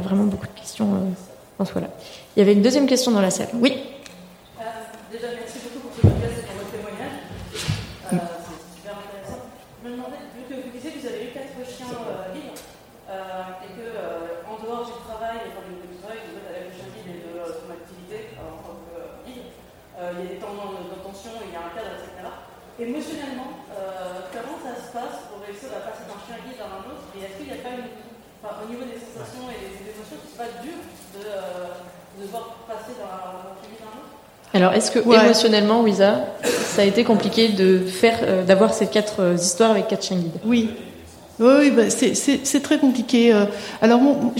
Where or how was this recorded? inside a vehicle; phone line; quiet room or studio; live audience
live audience